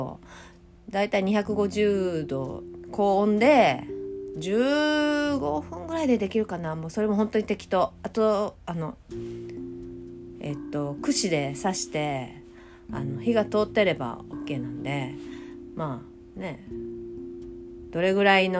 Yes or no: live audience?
no